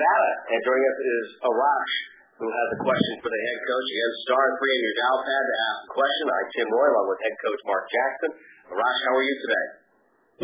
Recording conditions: phone line